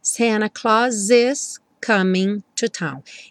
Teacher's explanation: Então aqui o S do Santa Claus já juntou com is.